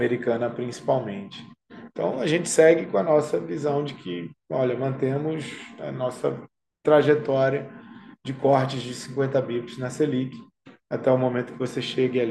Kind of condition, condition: link, video call